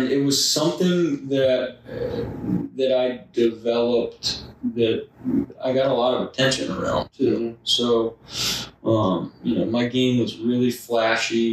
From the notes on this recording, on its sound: We did experience microphone issues during the recording, so the quality is lower than usual.